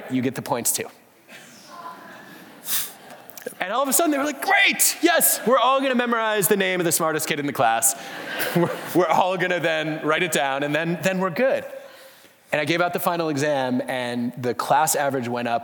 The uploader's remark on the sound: For this Intelligence Squared live event. Live onstage.